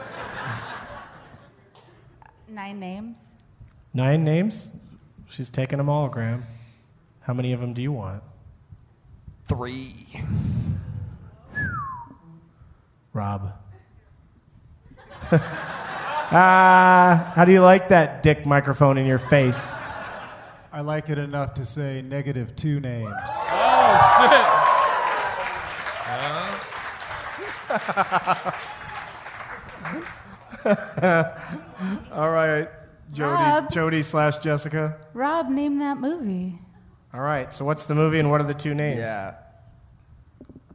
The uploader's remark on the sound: Recorded in front of 121 awesome peeps at Parlor Live in Bellevue, WA.